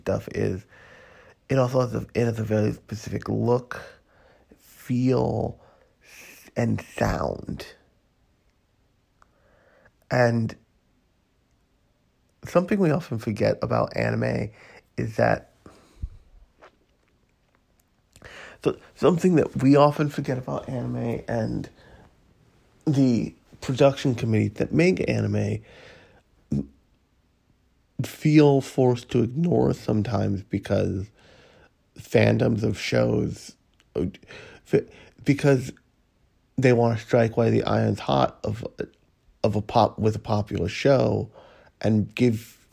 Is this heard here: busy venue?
no